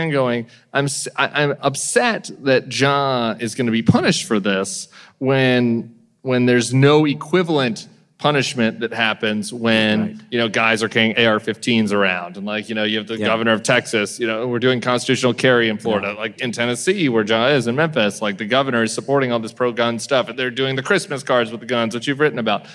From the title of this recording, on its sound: Live from New York